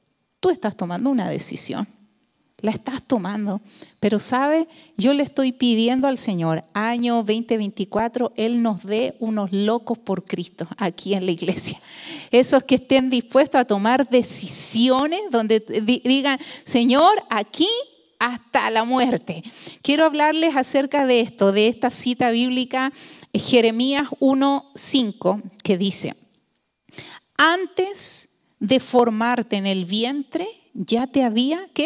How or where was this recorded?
large echoing room